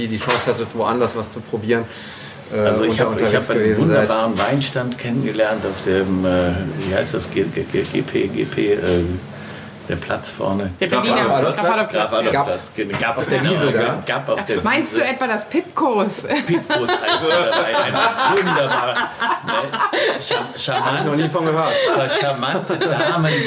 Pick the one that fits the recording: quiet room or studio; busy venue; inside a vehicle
busy venue